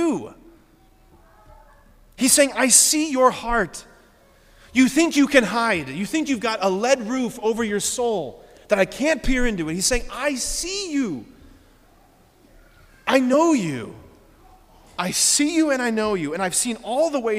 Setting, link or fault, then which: setting, large echoing room